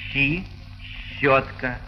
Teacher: Буква «ща» произносится как долгое мягкое «ша». «Щи» — «щетка», а не «щи» — «щетка».